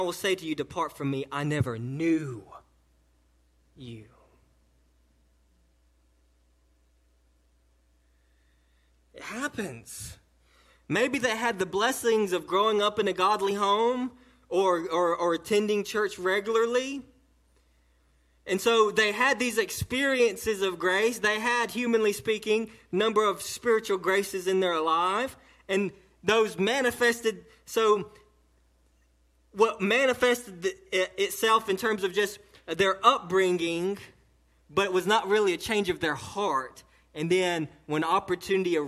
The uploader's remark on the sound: this sermon delivered to Cottondale Baptist Church in Eastman, GA on 4/5/18 during the 11:00am service